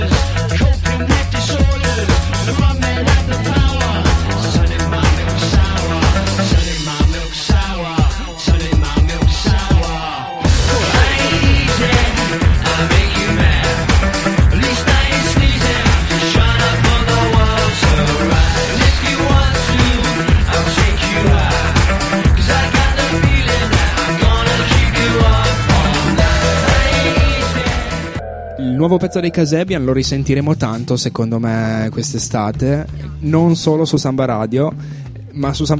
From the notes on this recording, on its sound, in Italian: In questa puntata speciale in esterna, in diretta da piazza Fiera in occasione del Festival dell'Economia